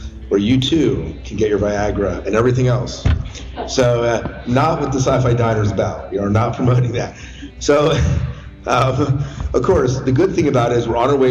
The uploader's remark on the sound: Our Live Show at Farpoint 2022.